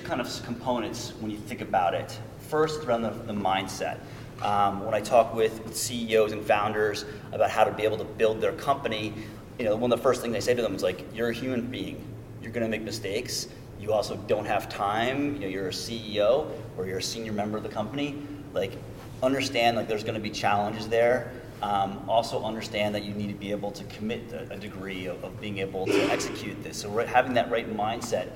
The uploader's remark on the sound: This episode is the audio from a presentation. Given at ECRM's Innovative Technology Program in Chicago.